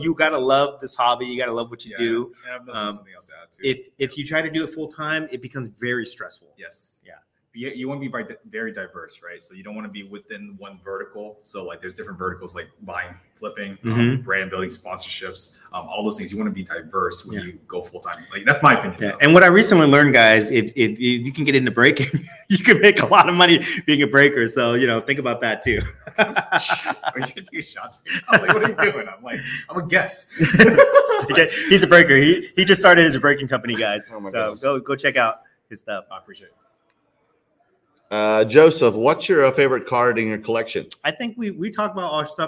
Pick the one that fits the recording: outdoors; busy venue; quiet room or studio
busy venue